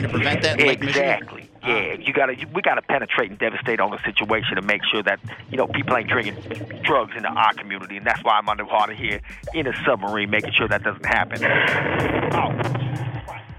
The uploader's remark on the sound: calls in from a submarine in Lake Michigan